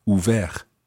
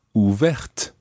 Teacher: And you very often find that adjectives that end in a consonant often add an E to the end, which then makes the consonant otherwise silent pronounced. So ouvert ends in a T, which is silent. Ouverte ends in the TE, making the T pronounced.